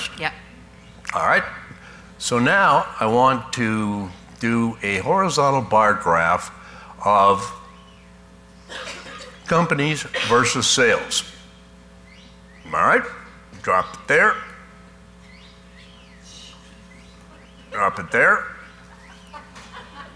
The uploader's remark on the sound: Live Broadcast at the The IPBC IGNITE Conference.